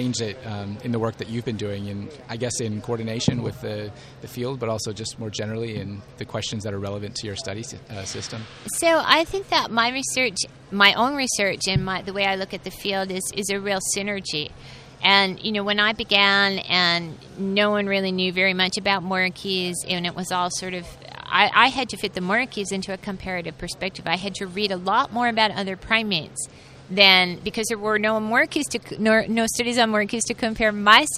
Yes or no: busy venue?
yes